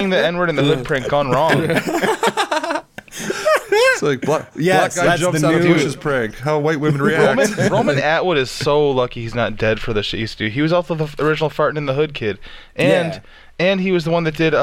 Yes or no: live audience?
no